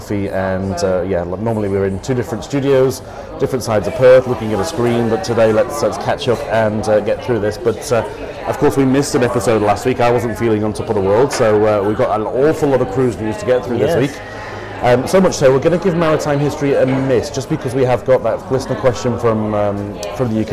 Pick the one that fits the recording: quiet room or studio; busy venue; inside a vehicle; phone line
busy venue